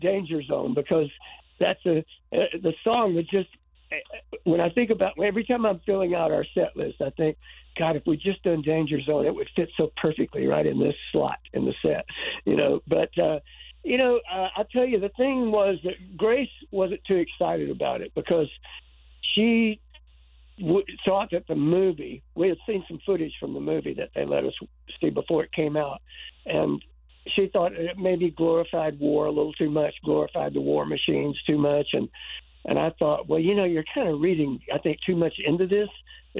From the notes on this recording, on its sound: called